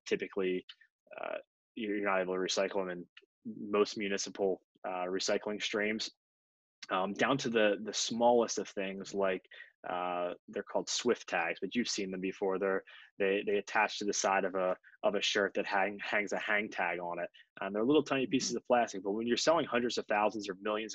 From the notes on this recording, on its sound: Hosted a fireside chat via Zoom. Our virtual thought leadership series, The Retail Record.